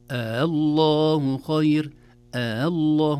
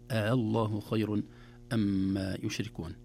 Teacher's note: نعم، فهذا يمد بمقدار 6 حركات مدا لازما، لا يصلح فيه حركتين ولا 4 ولا 5، ولكن يجوز فيه وجه آخر يسمونه وجه التسهيل، تقول الله خير الله، الهمزة الثانية مسهلة زي أعجمي بالضبط